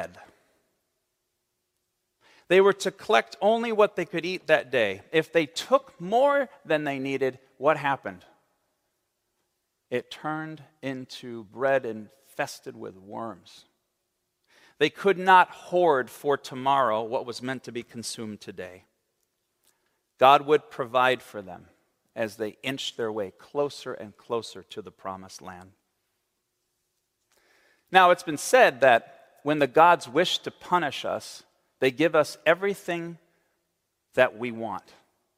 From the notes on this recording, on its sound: on the Third Sunday in Lent, March 12, 2023, at Central Reformed Church in Grand Rapids, Michigan.